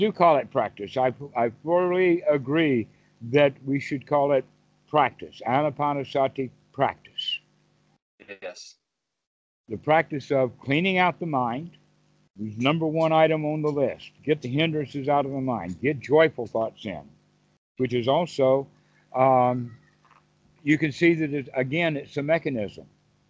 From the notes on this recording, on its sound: skype call